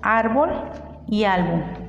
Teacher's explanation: Llanas o graves. La sílaba tónica en estas palabras es la penúltima.